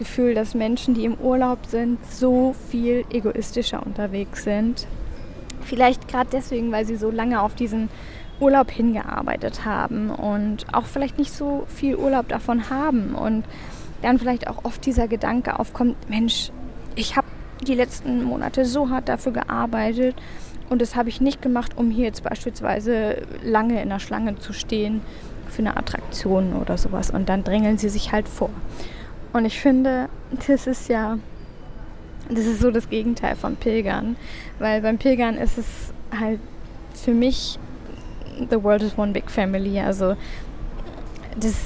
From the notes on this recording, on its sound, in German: Aufgenommen am Flughafen in Istanbul.